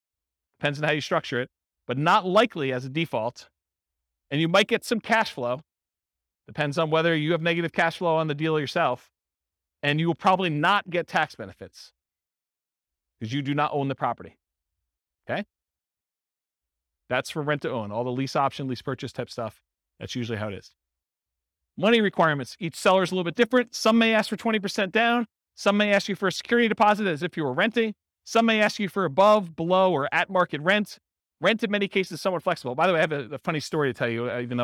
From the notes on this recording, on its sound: This was a live class recorded